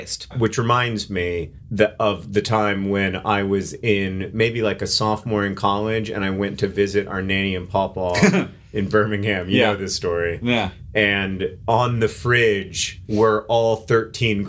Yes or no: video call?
no